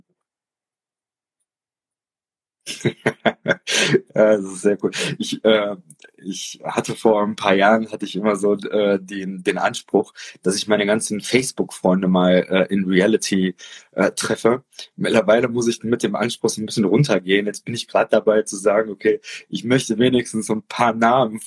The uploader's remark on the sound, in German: in einem Instagram-Live Talk